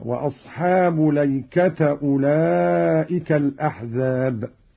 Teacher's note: قرأ قالون بفتح اللام والتاء هكذا: وأصحاب ليكة أولئك الأحزاب.